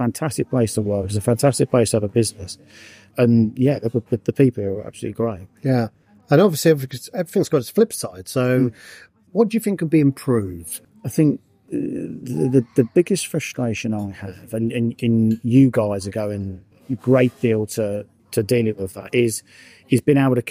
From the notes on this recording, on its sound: recorded at Vermillion restaurant at the Chineham Shopping Centre